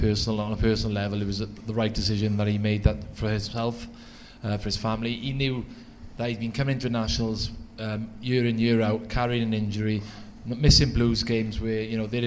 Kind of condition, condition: setting, live audience